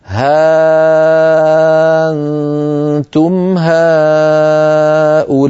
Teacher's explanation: يقرأها ورش بإبدال الهمزة ألفا